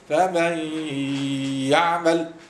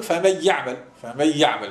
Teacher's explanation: احنا نأكد وقولوا إدغام بغنة لابد من إظهار الغنة مع الإدغام · Shown in: first take